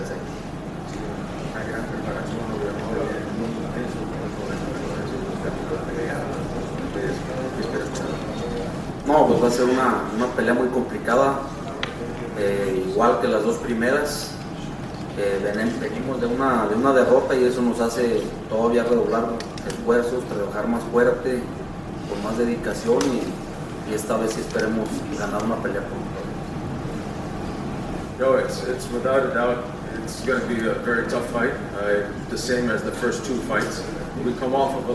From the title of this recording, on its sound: NYC Press Conference